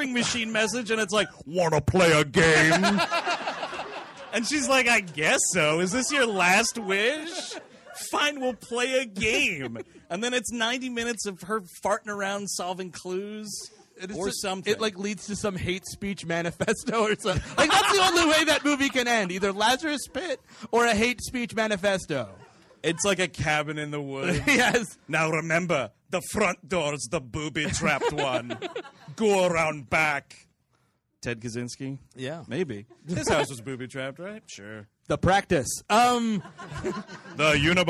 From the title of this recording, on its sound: Live in D.C.